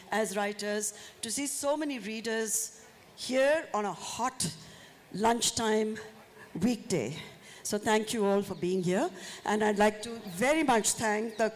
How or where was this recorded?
live audience